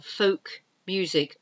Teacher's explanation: F-O-L-K. You don't pronounce the L.